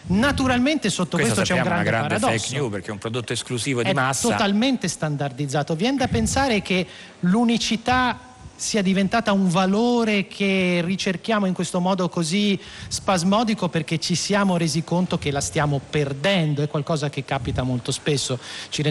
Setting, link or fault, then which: setting, busy venue